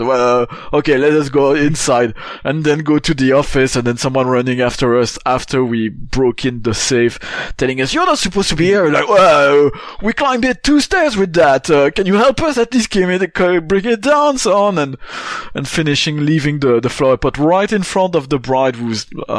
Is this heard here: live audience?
no